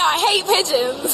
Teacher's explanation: I mean, that's how people say it, because the word connects hate, the t and the p connect together, so you end up with hate pigeons